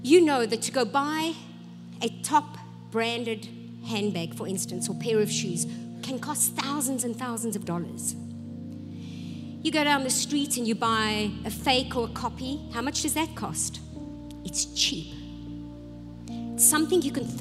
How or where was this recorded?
large echoing room